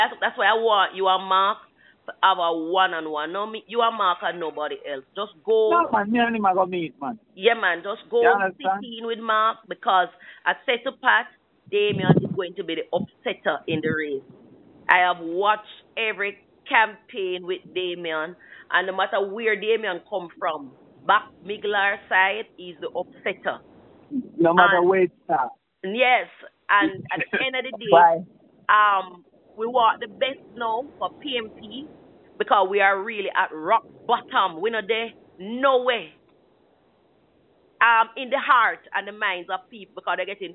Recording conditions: phone line